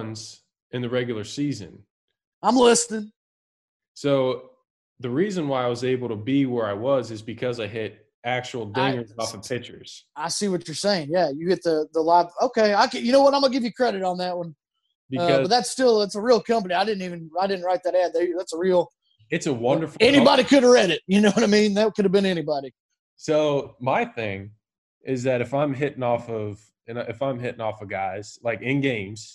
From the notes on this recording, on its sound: Zoom'd with one of the biggest names in MLB.